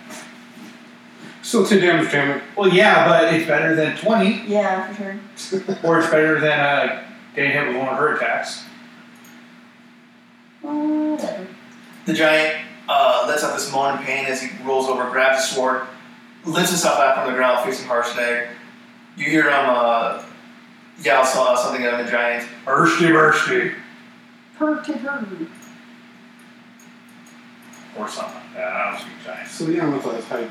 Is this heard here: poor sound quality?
yes